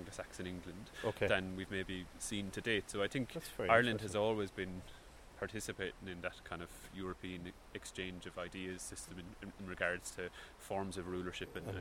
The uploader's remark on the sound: The Rock of Cashel. This podcast was recorded quite literally in the field, so there will be a bit of background noise – a little wind and a lot of heckling sheep!